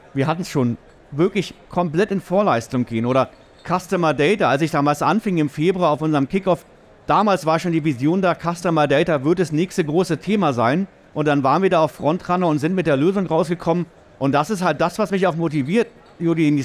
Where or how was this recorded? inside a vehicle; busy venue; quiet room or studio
busy venue